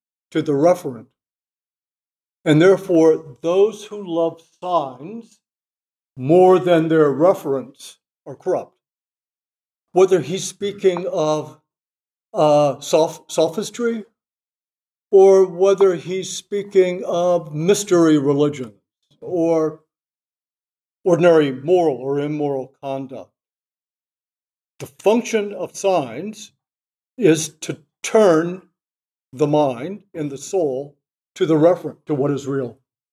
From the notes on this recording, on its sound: This lecture was given on June 12, 2023 at the Dominican House of Studies in Washington, D. As part of the 2023 Civitas Dei Summer Fellowship.